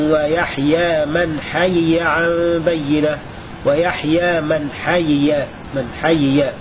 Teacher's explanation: بكسر الياء الأولى وفك الإدغام